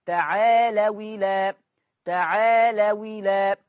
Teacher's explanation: بالنقل، فتنتقل كسرة الهمزة إلى حرف الواو، فتصير المنطوق واو مكسورة، فتقرأ تعالوا إلى.